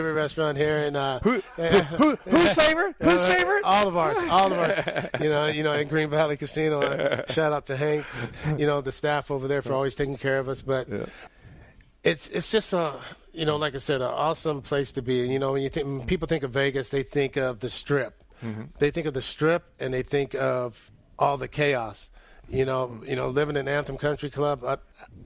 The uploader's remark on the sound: Live from Restore Hyperwellness